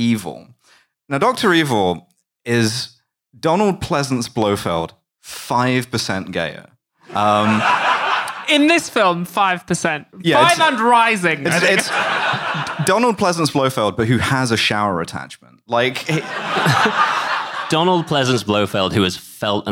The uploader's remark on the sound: Recorded live at the Streatham Space Project.